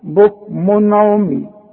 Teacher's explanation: إذا جه تنوين زي ده بكمن وبعده عين يبقى ما غنش